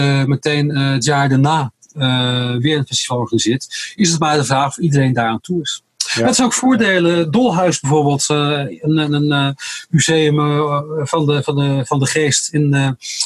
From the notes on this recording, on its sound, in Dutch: Niet vanuit een gelikte radiostudio, wel vanuit huis via Zoom.